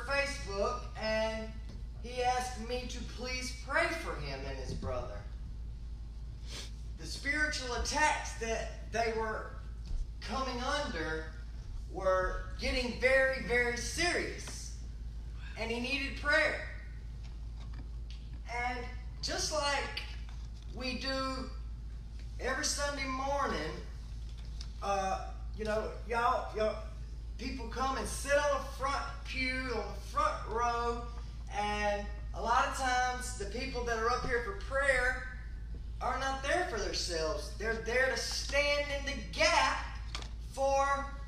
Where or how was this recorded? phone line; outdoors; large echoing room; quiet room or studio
large echoing room